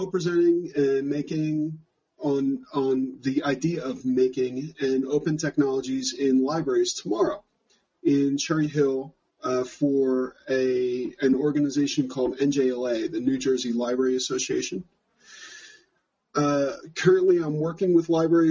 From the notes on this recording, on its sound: features lightly edited audio from a live Google+ Hangout On Air conducted September 15, 2014.